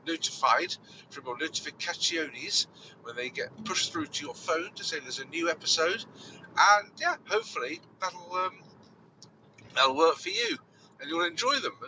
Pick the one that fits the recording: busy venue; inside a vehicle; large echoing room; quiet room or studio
inside a vehicle